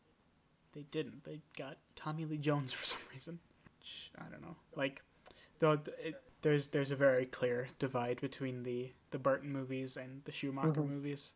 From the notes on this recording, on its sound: Sorry the audio's kinda trash for this one.